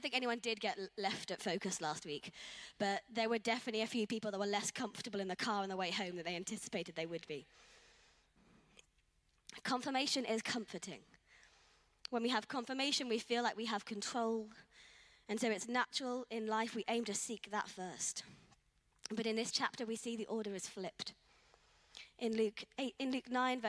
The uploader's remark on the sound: Streamed live at St Paul's Shadwell on Sunday, 6 Aug 2023.